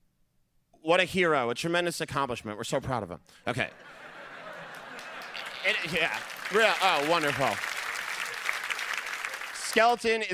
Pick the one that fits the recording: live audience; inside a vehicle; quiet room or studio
live audience